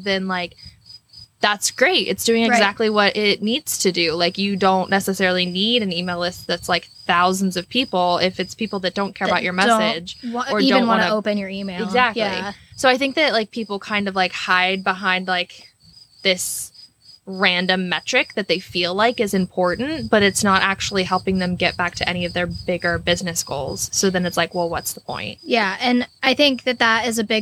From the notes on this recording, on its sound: Because we're proud midwesterners, we recorded this episode in person on a wagon in the middle of a cornfield.